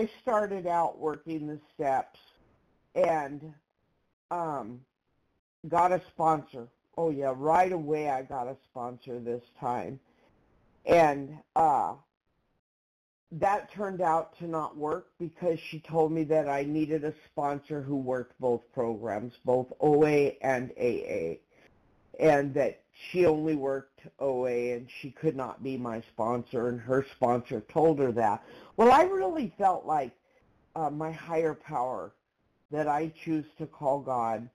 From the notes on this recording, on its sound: 100 Pounders Phone Meeting